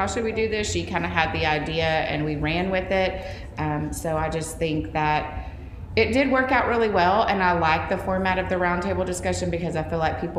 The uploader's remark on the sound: Live from TCEA. This episode is coming to you live from Dallas as they attend the TCEA conference.